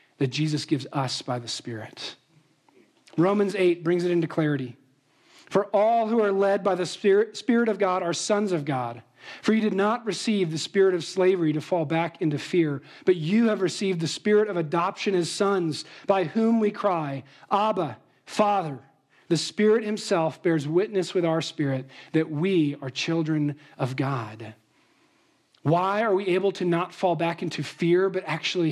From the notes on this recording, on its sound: Trinity Anglican Church • Littleton, Colorado